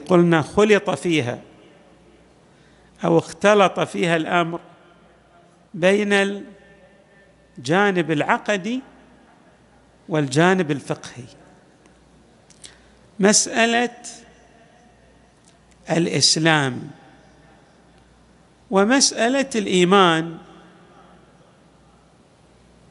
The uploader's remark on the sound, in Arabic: تسجيلات جامع الامام علي عليه السلام الاحساء المبرز